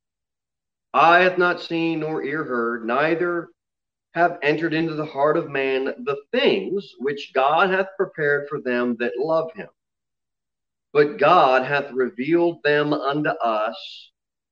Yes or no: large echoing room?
yes